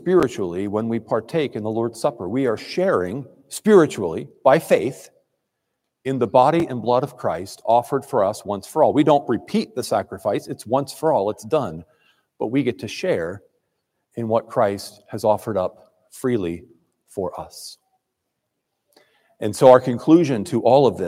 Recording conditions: large echoing room